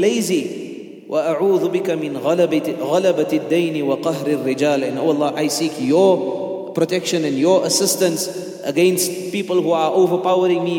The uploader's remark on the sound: at the Houghton Masjid (West Street)